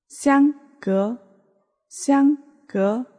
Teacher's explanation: First tone and the second tone means apart.